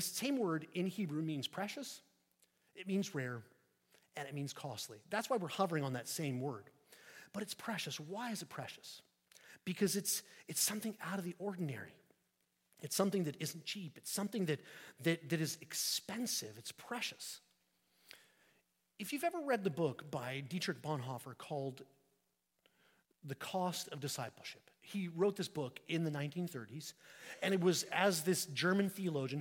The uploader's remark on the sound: At St Peter the Fisherman, New Smyrna Beach.